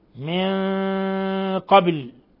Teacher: ولا يخفى قلقلة الباء من لفظ قبل لأنه من حروف قطب جد.